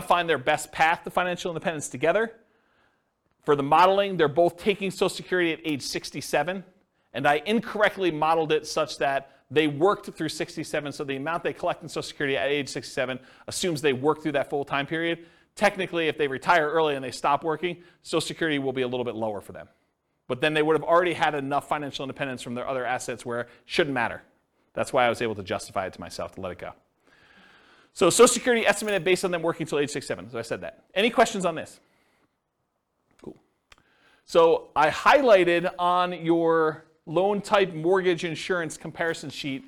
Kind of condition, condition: setting, live audience